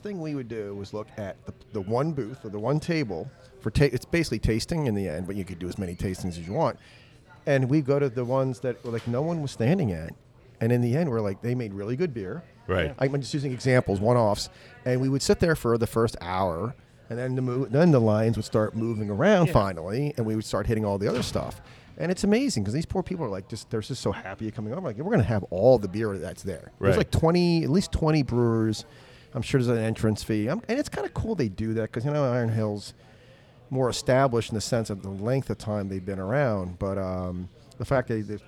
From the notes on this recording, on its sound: Met up at Naked Brewing, in Huntingdon Valley, to record a planning session. We had a blast while enjoying many of the fine beers Naked Brewing had to offer.